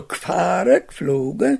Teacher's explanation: die konsequente Synkope des Vokals im Präfix G. Wo dieses G nicht ohne Vokal gesprochen werden kann, zum Beispiel vor BDG oder PTK oder vor PF oder vor Z, dort fällt es ganz ab.